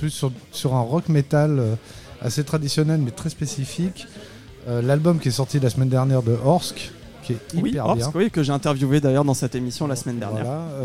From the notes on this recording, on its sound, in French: Enregistré et diffusé en direct dans le bar parisien Hellfest Corner.